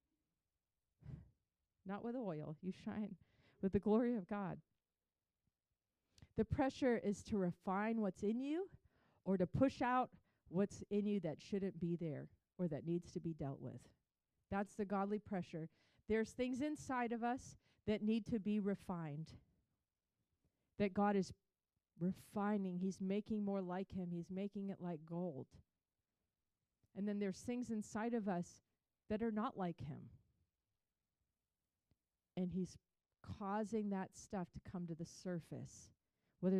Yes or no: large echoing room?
yes